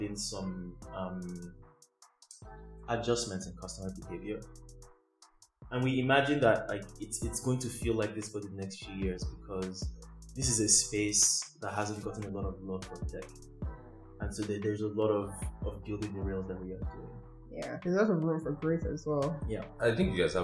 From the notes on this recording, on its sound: We apologize for this episode's quality. Something broke during recording and we didn't catch it until after.